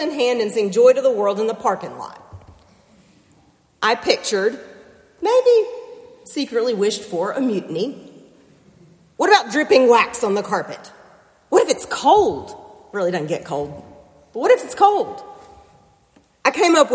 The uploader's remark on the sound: preached for worship with First Presbyterian Church in Concord, NC on December 17, 2023